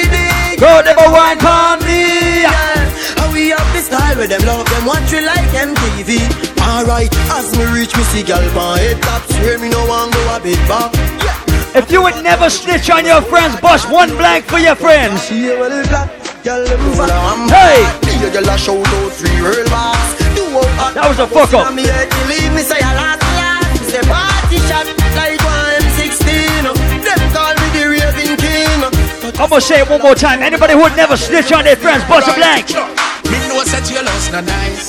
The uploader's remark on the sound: LIVE PARTY AUDIO